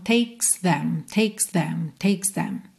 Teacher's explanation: Para esse TH, linguinha lá nos dentes da frente, mas é uma questão de prática.